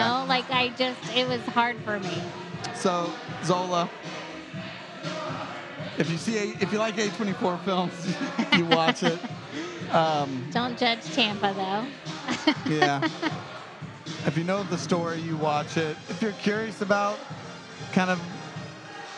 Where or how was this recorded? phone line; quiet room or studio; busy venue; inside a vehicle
busy venue